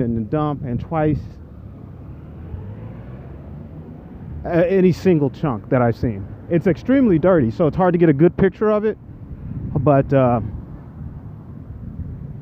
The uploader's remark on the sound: Broadway and K Street walk and talk